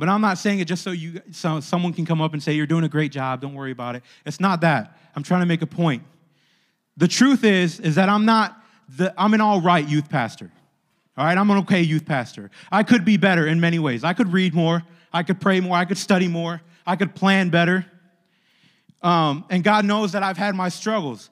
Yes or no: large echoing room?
yes